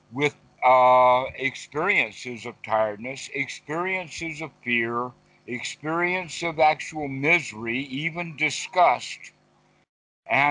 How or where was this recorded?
video call